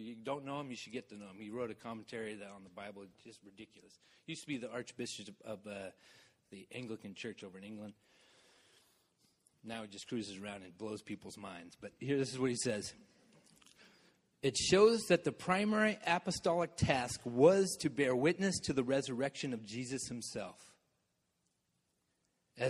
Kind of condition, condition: setting, large echoing room